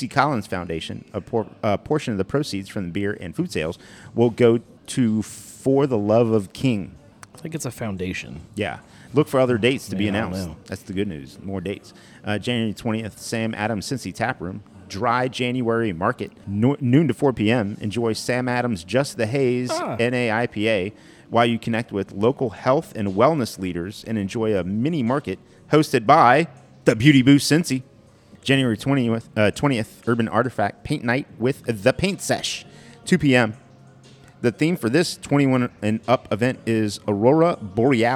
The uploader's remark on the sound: Episode recorded on 1/9/2024 at our amazing podcast host, Higher Gravity Summit Park!